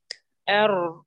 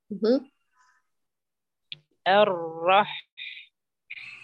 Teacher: ويكون الانتقال من الهمز إلى الراء مباشرة دون توليد جسر بينهما